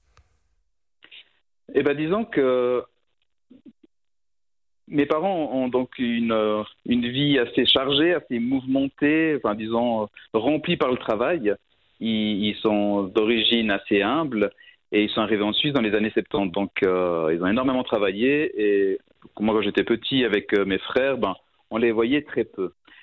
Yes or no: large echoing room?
no